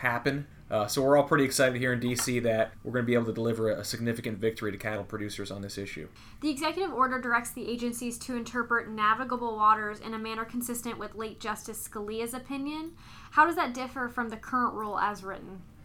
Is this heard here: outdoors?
no